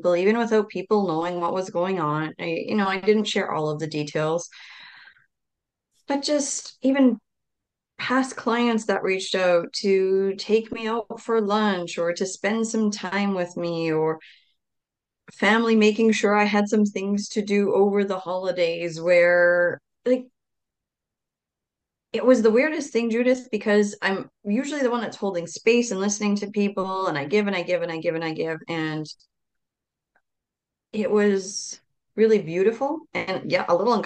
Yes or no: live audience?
no